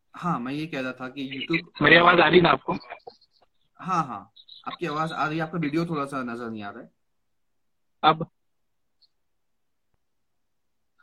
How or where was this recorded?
video call